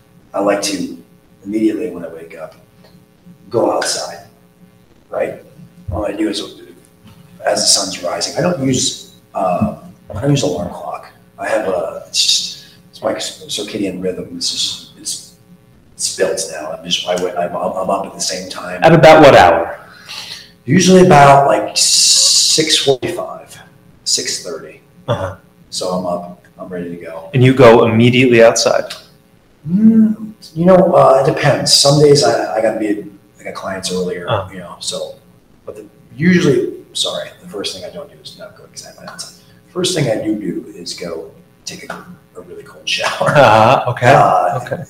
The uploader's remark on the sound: Apologies for the sound quality